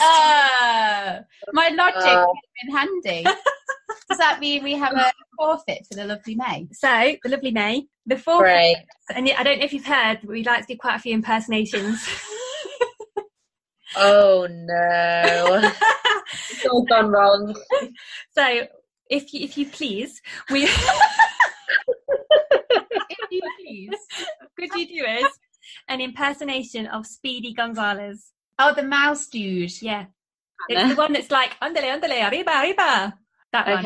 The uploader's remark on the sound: our podcasts usually have a better sound quality but because of an office move we don't have access to our usual equipment.